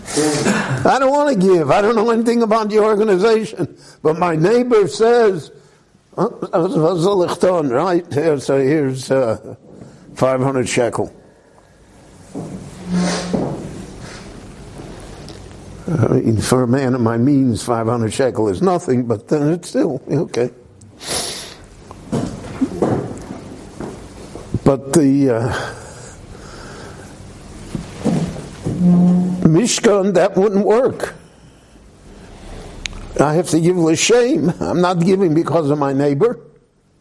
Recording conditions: large echoing room